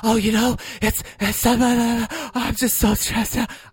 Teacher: I like how she gets like all breathy when she speaks.